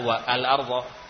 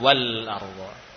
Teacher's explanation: Tidak kita baca wa al arda, namun langsung ke lam wal arda. · Shown in: second take